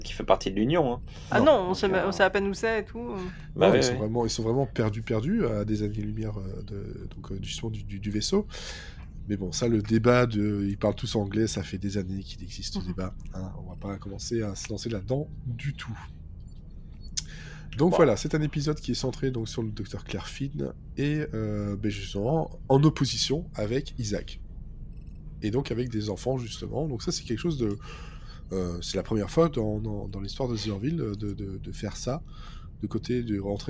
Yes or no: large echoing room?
no